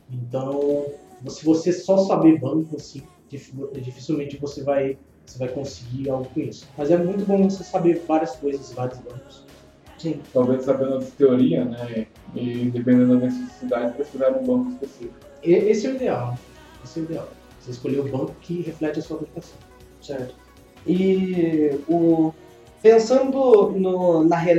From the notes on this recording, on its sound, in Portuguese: Perdão pela qualidade das vozes, tivemos que utilizar outro equipamento na gravação que complicou um pouco as coisas.